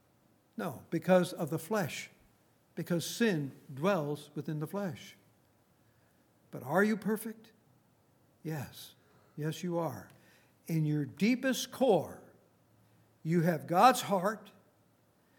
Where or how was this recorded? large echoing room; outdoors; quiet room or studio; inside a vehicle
large echoing room